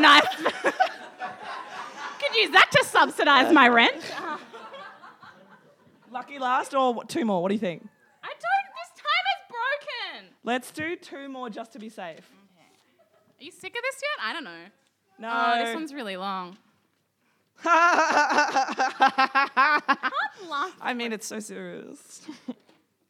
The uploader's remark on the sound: Recorded live from the Love Letters to F***bois Podcast Launch and Singles Mixer at East Brisbane Bowls Club. In front of a live studio audience.